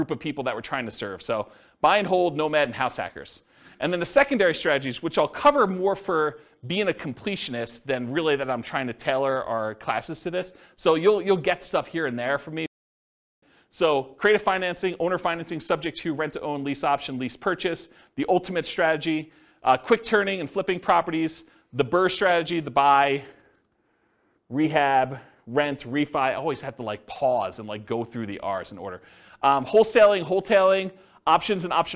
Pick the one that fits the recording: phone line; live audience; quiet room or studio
live audience